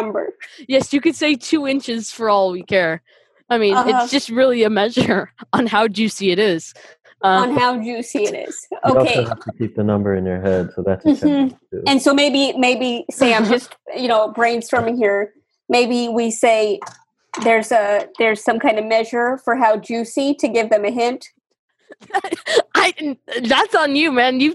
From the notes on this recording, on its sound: Play listener-created games with callers via Zoom!